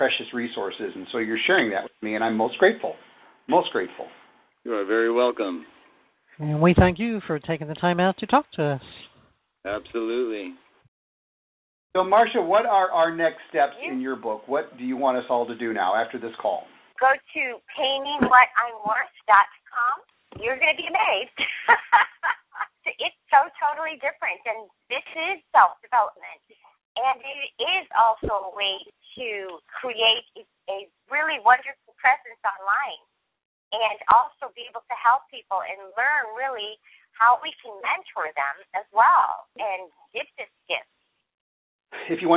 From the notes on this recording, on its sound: This series captures the best bits of a two-hour conference call recorded in June of 2015.